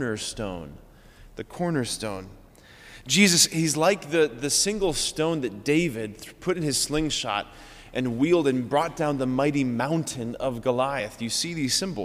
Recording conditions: large echoing room